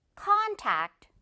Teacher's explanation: 마지막 단어도 앞부분의 강세.